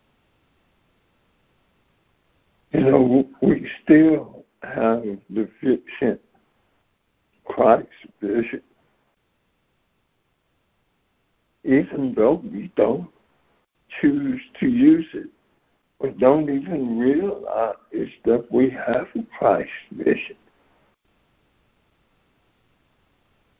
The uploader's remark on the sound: ACIM Daily Conference Call